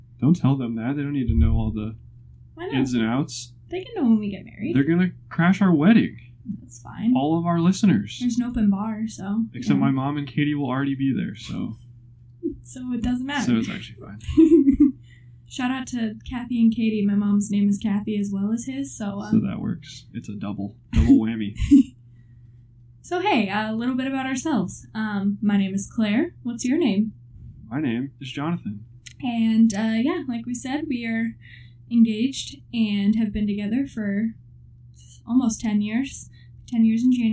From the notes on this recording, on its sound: bear with us as we learn how to record and edit real good